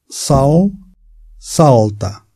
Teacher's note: Lateral alveolar vozeada velarizada.